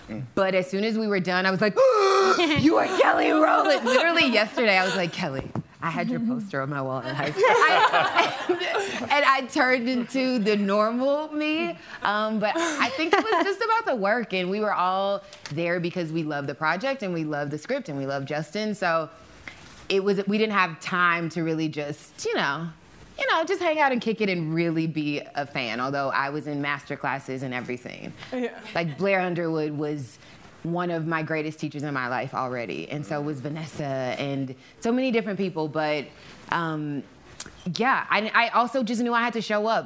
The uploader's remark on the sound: Close Up with the Hollywood Reporter Live: Indie Actors. In front of a live audience at the SundanceTV HQ on Main Street in Park City, UT during the 2020 Sundance Film Festival.